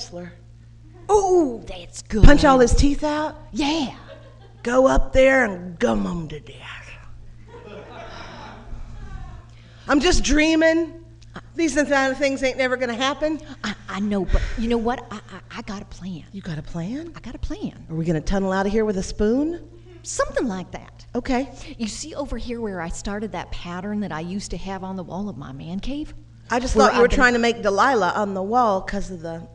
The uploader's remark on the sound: Live at the 2nd annual SF Femprov Festival